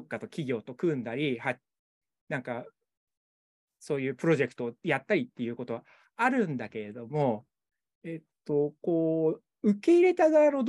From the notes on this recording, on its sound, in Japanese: 収録場所： オンライン (Zoom)